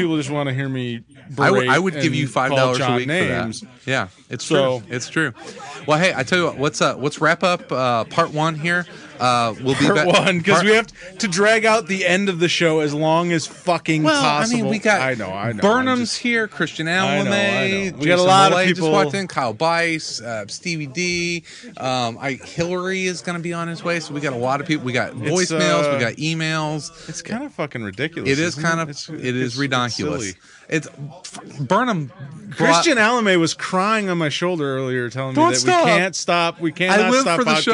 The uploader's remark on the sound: Dark Tower Comics was filled with friends on a Friday night to help us send off the show in style. Joins us from the road.